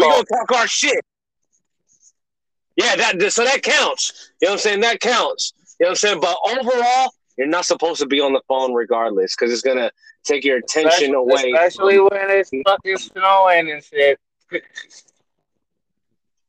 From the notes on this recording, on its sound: BEHIND THE WHEEL EDITION. While driving in traffic. As we conduct Behind The Wheels behind the wheel.